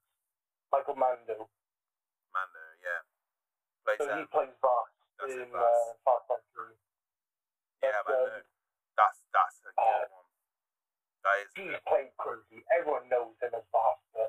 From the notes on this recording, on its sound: Still having a few issues with sound we are working on it as best as we can I promise.